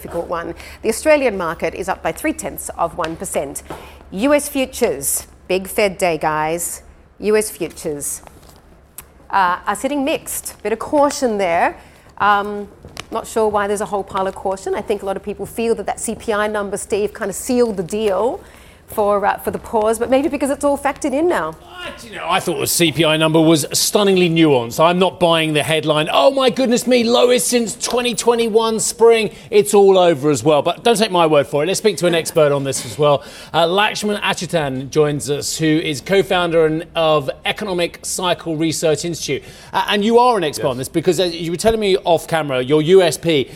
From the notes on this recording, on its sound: We are live at Vivatech in Paris